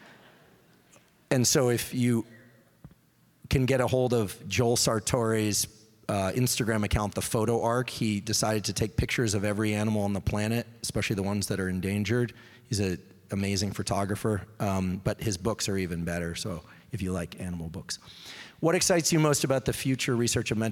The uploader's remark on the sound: LIVE EVENT Q&A. Question & Answer in Seattle, WA.